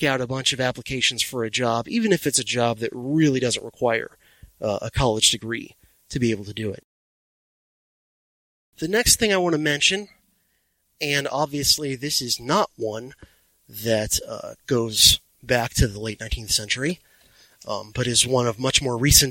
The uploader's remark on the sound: From segments recorded during multiple drives